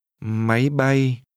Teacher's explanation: This is pronounced with a high rising tone, followed by a mid-level tone.